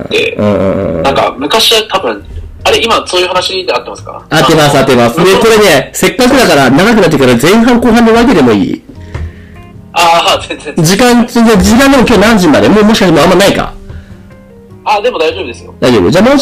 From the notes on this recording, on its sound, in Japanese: 今回機材トラブルで音割れが発生しております